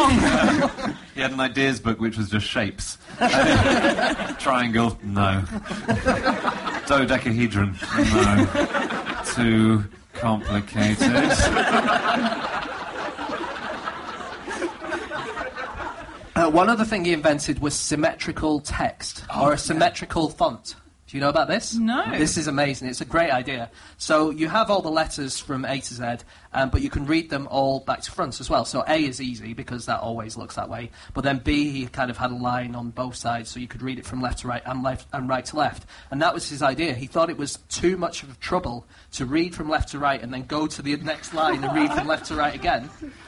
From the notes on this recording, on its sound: Live at the Soho Theatre